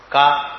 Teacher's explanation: కా అంటే గొంతులో పలుకుతాం